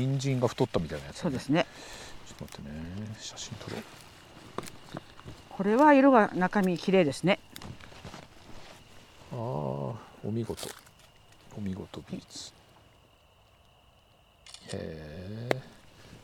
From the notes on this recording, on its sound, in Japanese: 久しぶりの畑からの現場レポート。